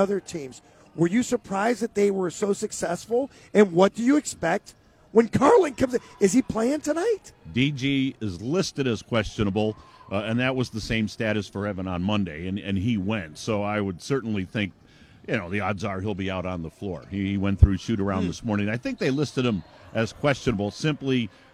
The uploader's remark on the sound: live from Rocket Mortgage Fieldhouse